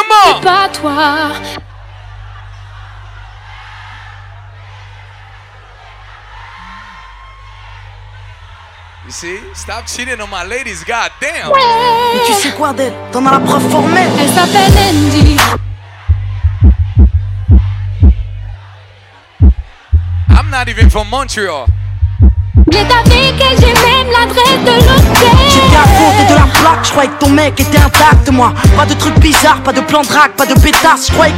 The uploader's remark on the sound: LIVE AT FUBAR MONTREAL JULY 2023